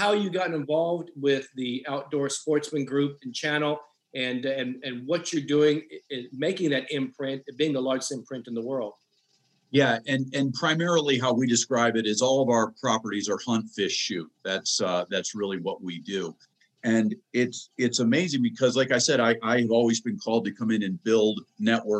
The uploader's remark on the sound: Special Transforming Leadership Zoom call.